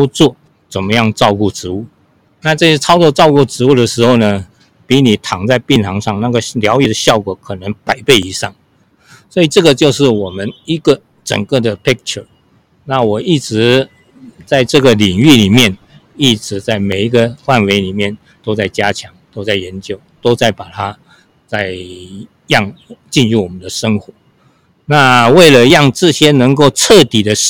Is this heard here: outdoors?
yes